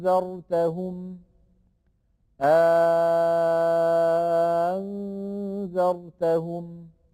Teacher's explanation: فمثلا المثال الذي ذكرناه أأنذرتهم، أأن النون ساكنة مخفاة، فعندما نبدل الهمزة الثانية ألفا ينشأ المد اللازم